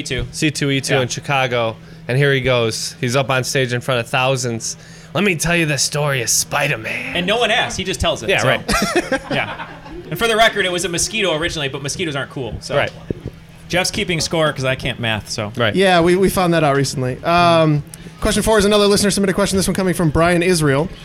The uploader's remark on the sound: A live 1 on 1 from Boston. Thank you to all of you who were able to attend our first live recording!